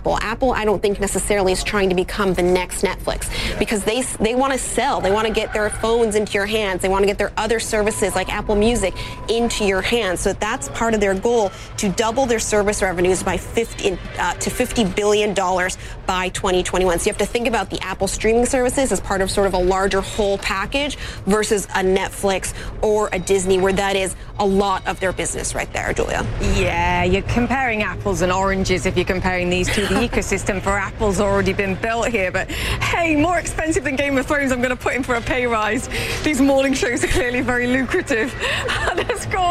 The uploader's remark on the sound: live from the New York Stock Exchange